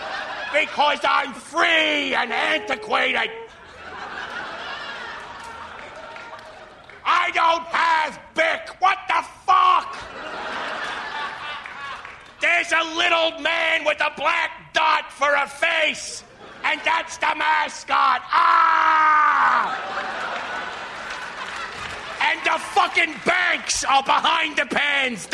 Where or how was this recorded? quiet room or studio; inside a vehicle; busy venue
busy venue